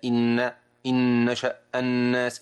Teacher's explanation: أن الغنة واضحة مسموعة في المشدد